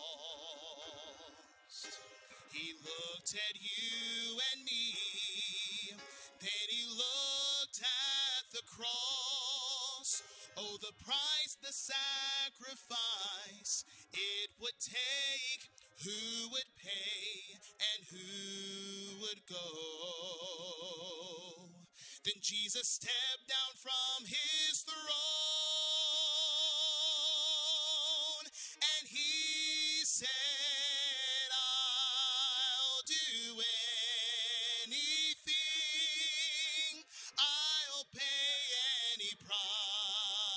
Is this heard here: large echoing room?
yes